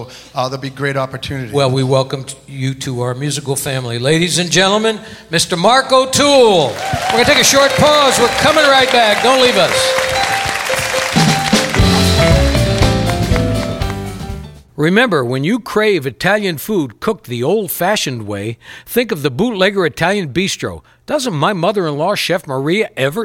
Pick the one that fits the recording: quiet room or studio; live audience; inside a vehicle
live audience